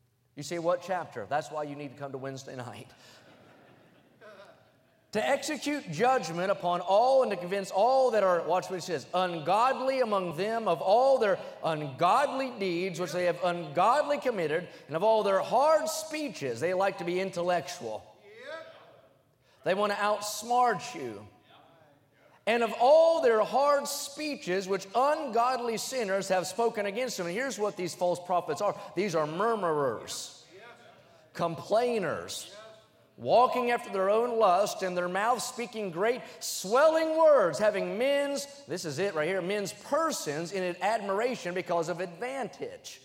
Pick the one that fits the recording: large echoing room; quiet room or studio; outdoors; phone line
large echoing room